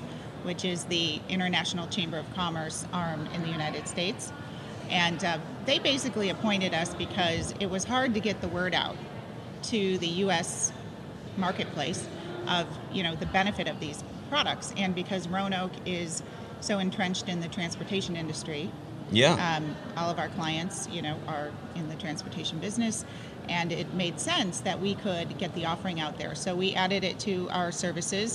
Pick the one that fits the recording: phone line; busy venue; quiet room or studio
busy venue